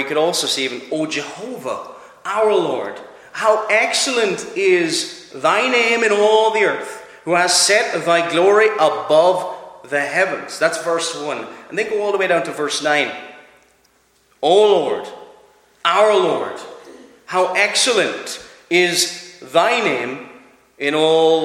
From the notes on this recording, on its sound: Preached at Clare Reformed Presbyterian Church